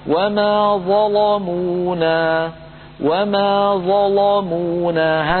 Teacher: هذه اللام مفتوحة وقبلها ظاء مفتوحة، لذلك هي مفخمة · Term: تفخيم اللام